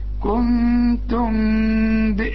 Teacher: في بعض الاراء يقول لك اقفل الشفايف، لكن الصح ان يبقى في انفراج في الشفايف، ما تقفلش شفايفك عند كل ميم معاها به، ميم يجي بعدها به يحصل انفراج في الشفايف، ما تضم شفايفك.